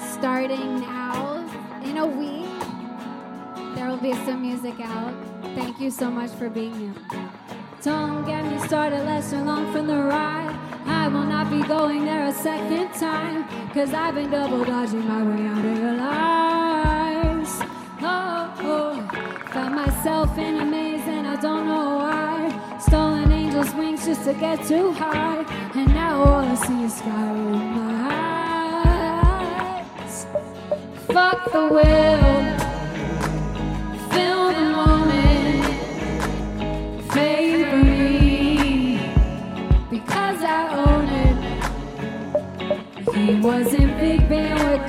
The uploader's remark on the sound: Live From Nublu 151 New York. Vocals & Keys. Drums & Electronics. Guitar.